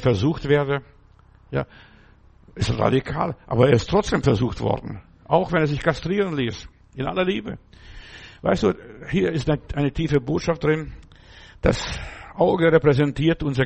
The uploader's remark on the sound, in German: im Gemeinde-Zentrum in Berlin aufgenommen